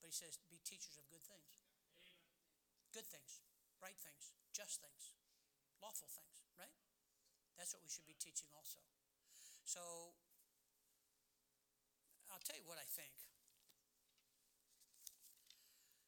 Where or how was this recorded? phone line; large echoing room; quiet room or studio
large echoing room